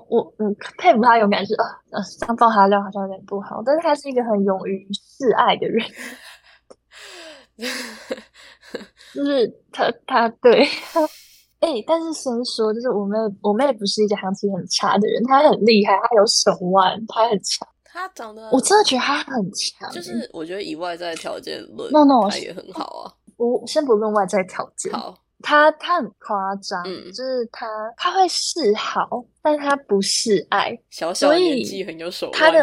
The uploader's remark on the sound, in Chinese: 本集訊號較糟糕，敬請見諒